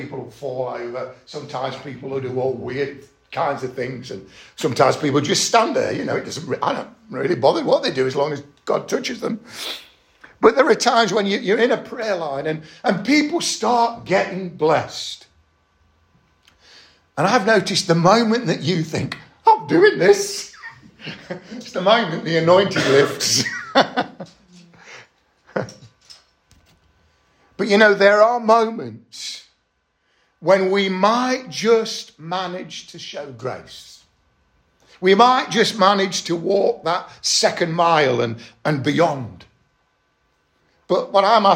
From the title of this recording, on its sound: Estuary Elim Church Ashingdon Evening Service